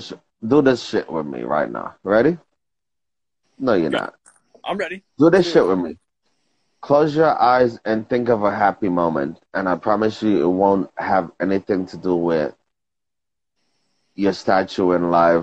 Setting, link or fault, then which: link, video call